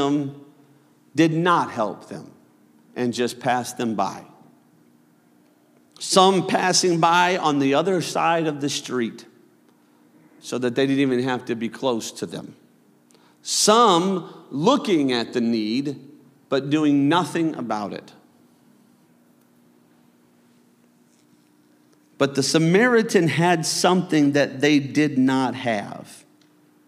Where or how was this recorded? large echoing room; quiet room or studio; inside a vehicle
large echoing room